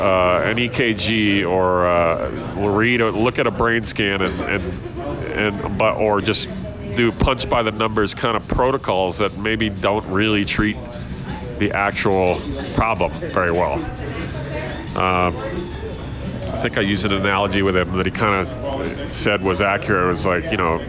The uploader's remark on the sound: comes to your ears from Bender’s Bar and Grill